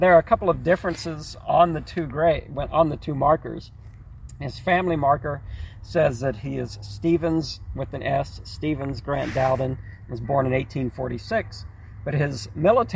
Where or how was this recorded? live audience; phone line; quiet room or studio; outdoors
outdoors